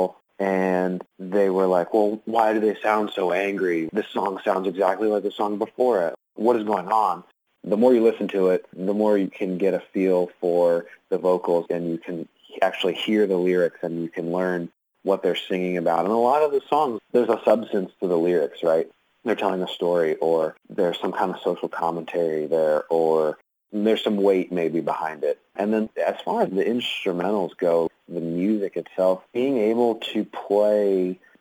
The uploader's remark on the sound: The interview was conducted over the phone